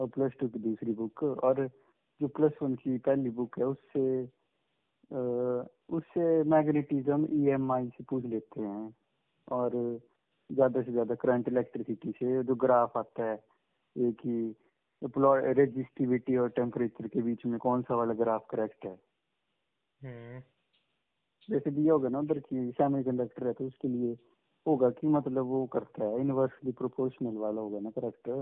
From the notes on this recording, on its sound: A phone call talk.